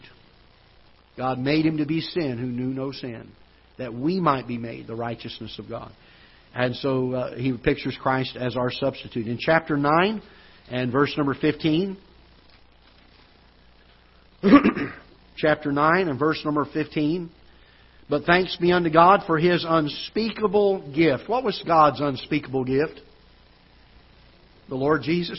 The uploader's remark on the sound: Ketha Heights Baptist Church ~ Live Broadcast